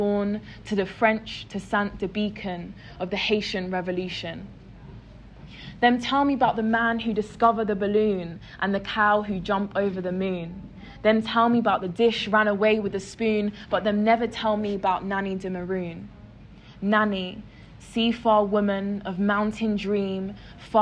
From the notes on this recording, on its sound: Primadonna Festival live show.